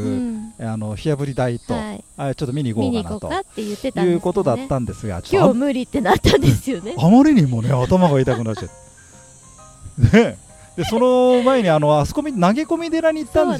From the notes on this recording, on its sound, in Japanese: 今回は、東京・品川の品川公園のベンチから『宅建のススメ』をお届けます。ちょうどお昼ごろの収録でしたが、みなさんにもセミの鳴き声が聞こえますか。